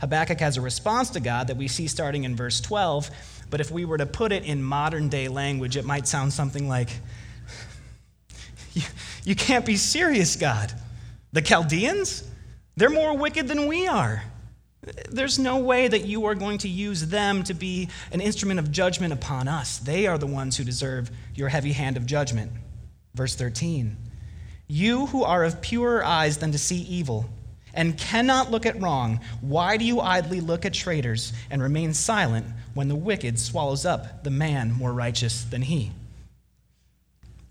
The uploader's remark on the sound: Delivered Wednesday, November 27 at Woodridge Community Church (New Berlin, WI).